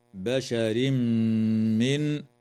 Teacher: ويدغم التنوين في الميم مع الغنة في قوله تعالى: بشر من